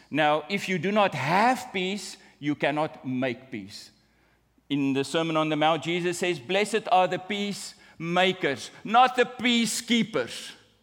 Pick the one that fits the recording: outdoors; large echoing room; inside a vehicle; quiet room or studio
large echoing room